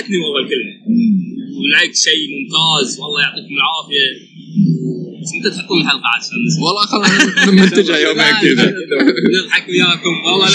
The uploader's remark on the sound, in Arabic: سجلنا الحلقة من وسط معرض ميكرفير الكويت ولذلك ستسمعون بعض الازعاج في الخلفية ، فالمعذرة على الجودة المنخفضة للتسجيل